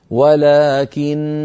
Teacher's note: أردنا أن نقف على ولكن وقفا اضطراريا أو اختباريا نقف بغنة مطولة هكذا، ولكن بغنة ممطوطة.